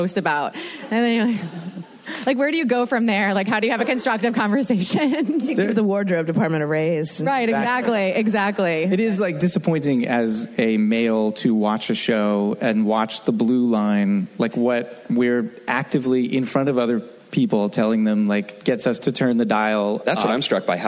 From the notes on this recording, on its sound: Focus Testing panel from ATX. Recorded at ATX Television Fest in June 2015.